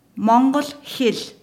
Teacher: der Buchstabe L wird bei uns weiter vorne gesprochen als bei euch. Zum Beispiel Mongolisch in Mongolisch ist Mongol Hill.